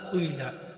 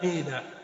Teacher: الصفة الأولى أن تقلب الألف ياء خالصة، أما الحرف الذي قبلها فينطق بحركة أولها ضمة وهي الأقل، ثم تكمل بكسرة وهي الأكثر · Term: الإشمام